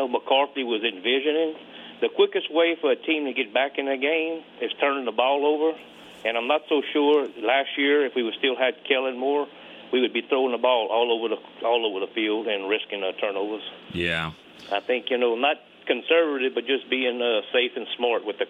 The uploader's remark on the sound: The phone lines lit up with fans chomping at the bit to discuss this shutout win.